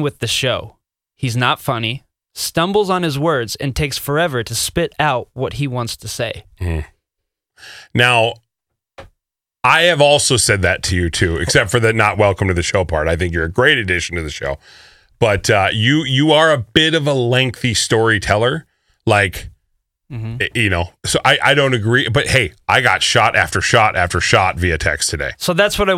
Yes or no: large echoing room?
no